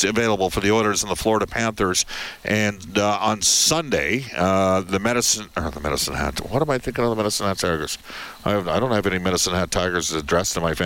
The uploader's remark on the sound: Opens the show from Rogers Place.